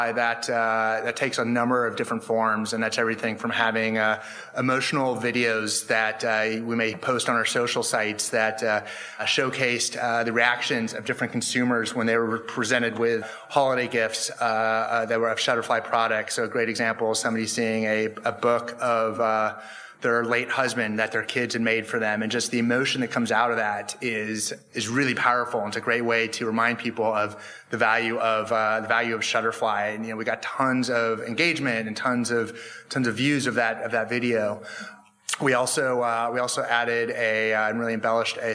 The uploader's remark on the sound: Recorded live at the 2019 Incite Group Brand Marketing Summit in San Francisco.